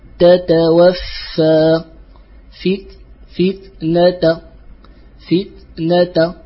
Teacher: فانظروا مثلا إلى التاء الأولى ظاهر فيها الهمس لأنها ساكنة، لكن الثانية مفتوحة فيكون الهمس خفيا فيها وضعيف